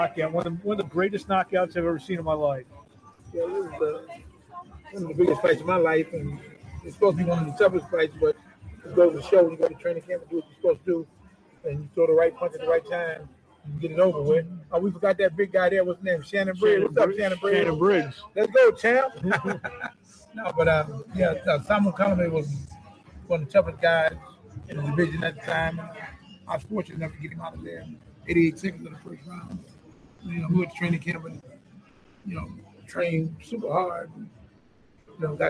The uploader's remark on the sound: LIVE FROM ATLANTIC CITY BOXING HALL OF FAME